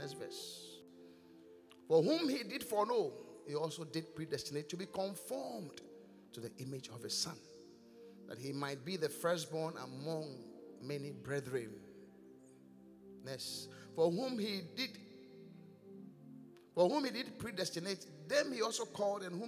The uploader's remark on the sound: Encounter Service. Preached at The Qodesh.